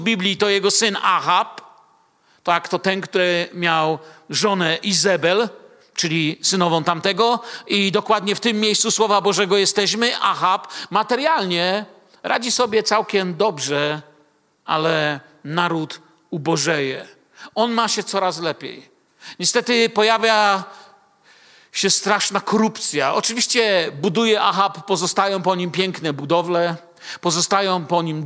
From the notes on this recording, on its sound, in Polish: Wykład nagrano podczas nauczania w Kościele „Filadelfia” Bielsko Biała.